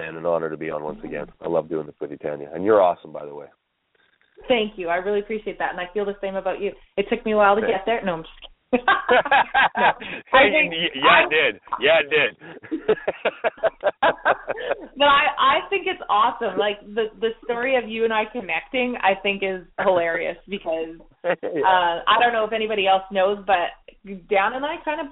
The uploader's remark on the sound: We are opening up the phone lines.